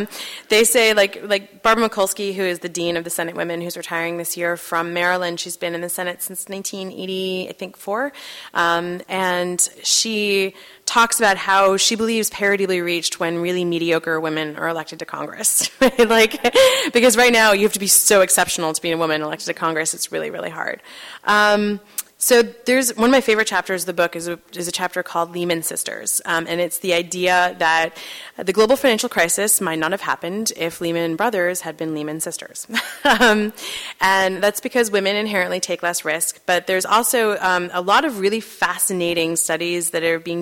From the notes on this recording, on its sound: at Town Hall Seattle